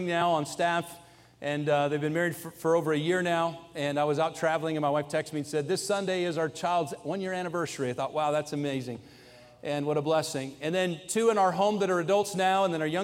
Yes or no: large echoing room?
yes